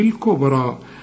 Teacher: الباء عندنا هنقلقلها لأنها عليها السكون